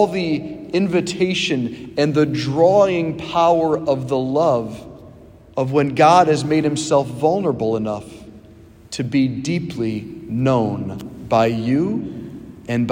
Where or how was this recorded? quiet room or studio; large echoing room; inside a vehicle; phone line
large echoing room